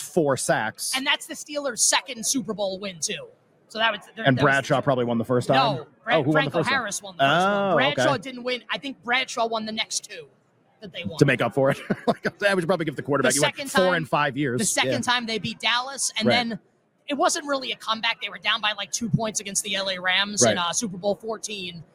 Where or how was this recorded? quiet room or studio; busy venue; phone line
busy venue